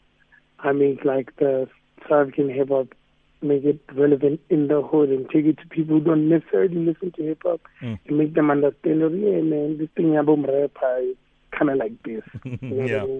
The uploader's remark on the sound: PHONE INTERVIEW.